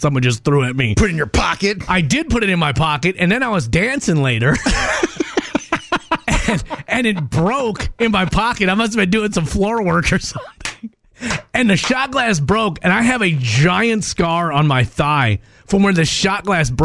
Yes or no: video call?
no